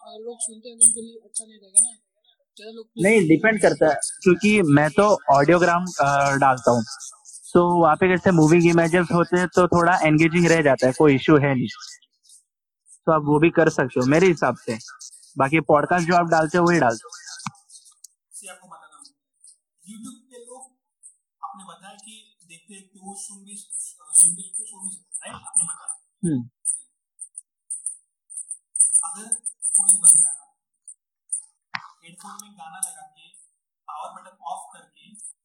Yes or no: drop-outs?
yes